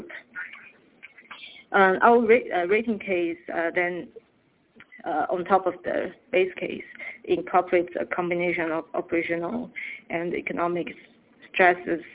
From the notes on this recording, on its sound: Teleconference Replay. By Fitch Ratings.